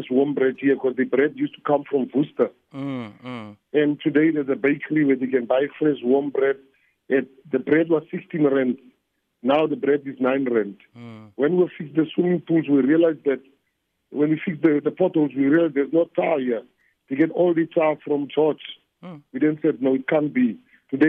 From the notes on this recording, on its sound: Joins us on the line.